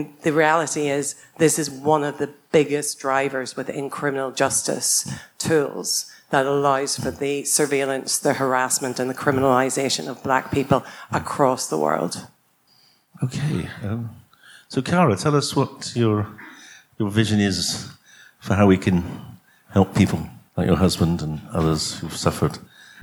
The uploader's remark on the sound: Recorded live at the book launch of ' Drug Science and British Drug Policy ’. We’re going to hear panel discussions.